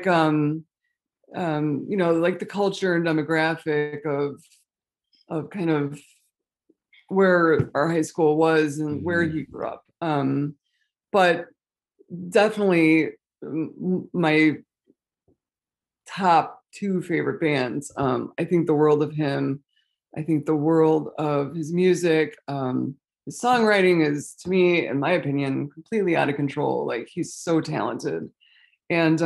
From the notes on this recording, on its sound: This episode is audio from our YouTube Zoom Roundtable video